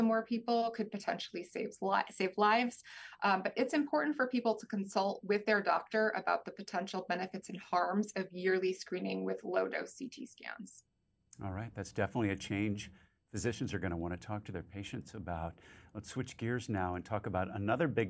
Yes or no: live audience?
no